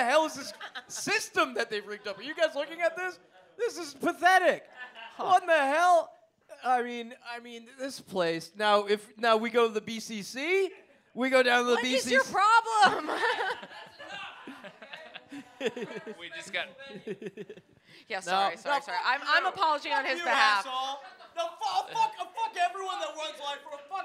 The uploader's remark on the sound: IT'S OUR FIRST LIVE EPISODE!!! At our favorite restaurant.